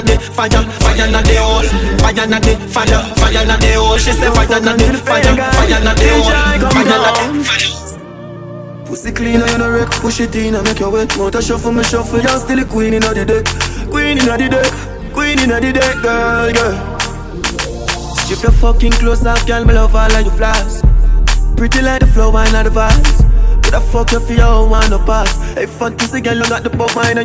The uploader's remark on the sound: Live Juggling From 333 Lounge